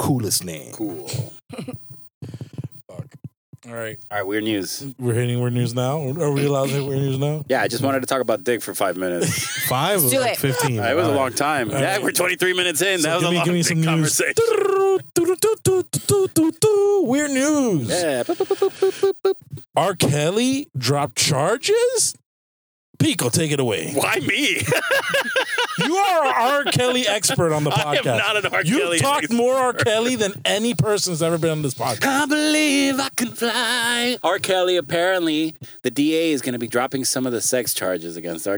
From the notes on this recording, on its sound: On this episode, we are in the car. Recorded at Thank You Miami.